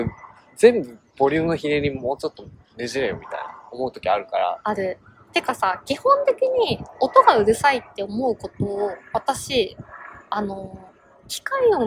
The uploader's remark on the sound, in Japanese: In 奈良公園。対面収録（初！）場所は奈良公園。鹿はめっちゃ泥浴びしてるし、カラスは鳴くし。